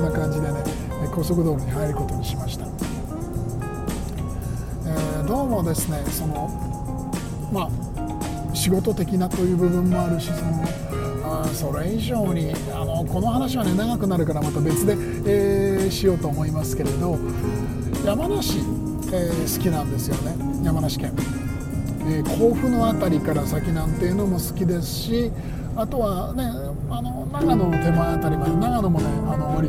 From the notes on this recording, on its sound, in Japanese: ドライブ編。クルマに乗ってスタジオを飛び出したんです。深夜の山道をゆっくり走りながら夜の空気を浴びつつのおしゃべりです。富士山の麓あたり。